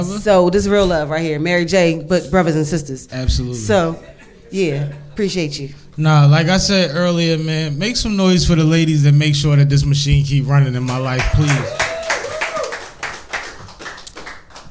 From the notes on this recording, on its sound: Live taping. We invited all our previous guests to a live podcast.